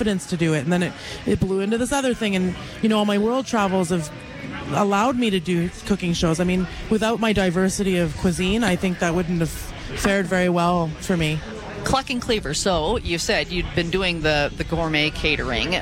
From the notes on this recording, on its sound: Live at the Calgary Stampede